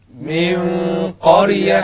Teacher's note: راء كلمة قرية في كل القرآن مفخمة اللسان بيبادر بترقيقها لأن بعدها ياء وده خطأ